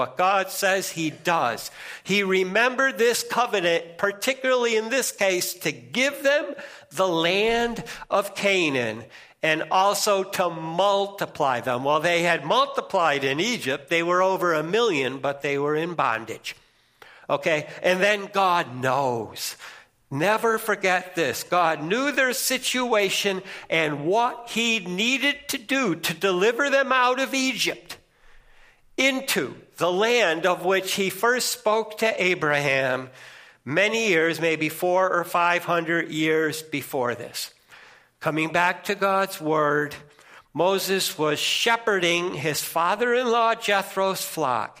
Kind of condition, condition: setting, large echoing room